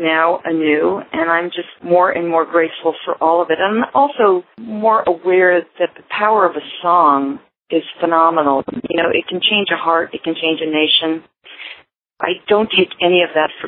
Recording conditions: phone line